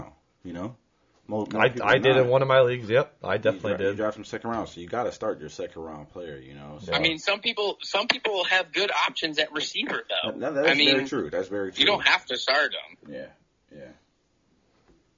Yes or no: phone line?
yes